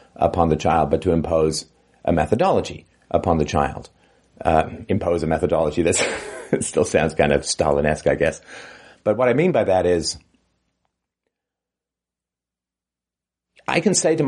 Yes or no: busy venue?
no